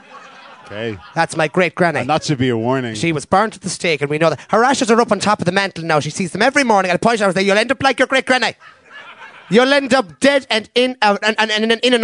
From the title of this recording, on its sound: Live at The Tightrope